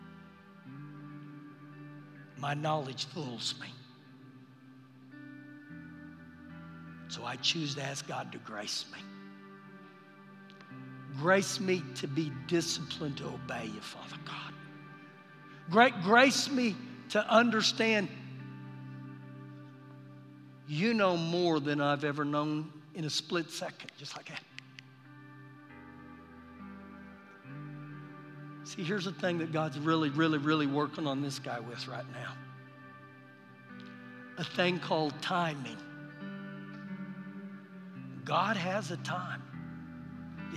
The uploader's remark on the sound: Recorded live during our Sunday morning service.